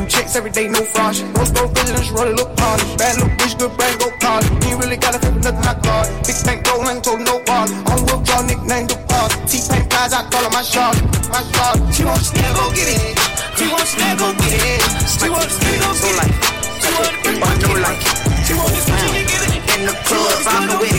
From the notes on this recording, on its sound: recorded at Robarts Arena in Sarasota FL